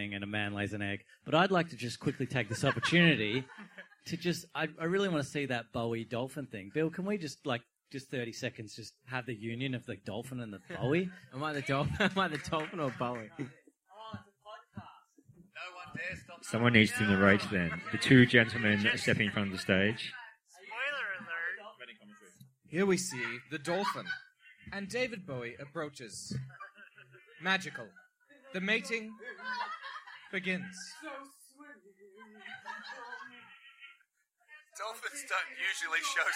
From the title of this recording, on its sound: Live at the Adelaide Fringe